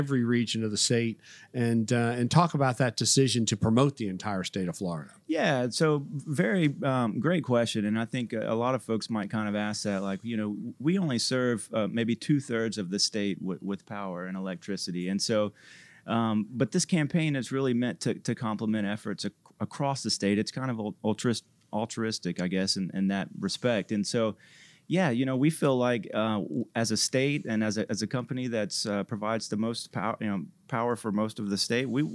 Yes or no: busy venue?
yes